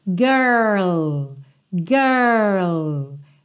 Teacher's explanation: Girl, enrolei a língua, ó, girl, e levei lá no céu da boca